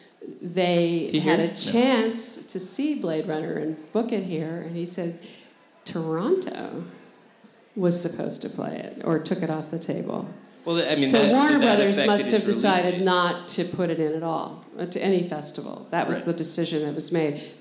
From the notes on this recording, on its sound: Live at NYFF! Record live from the 2017 New York Film Festival.